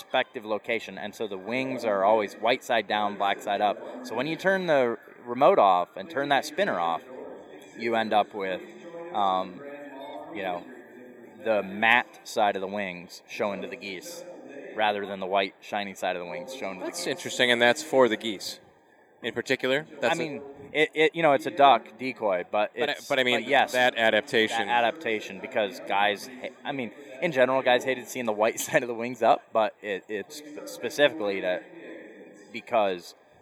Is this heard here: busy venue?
yes